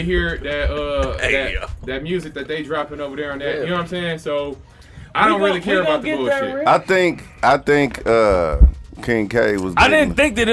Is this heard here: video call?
no